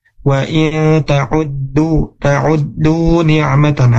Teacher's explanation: huruf dal itu ujung lidah ya menempel ke tempat tumbuhnya gigi seri atas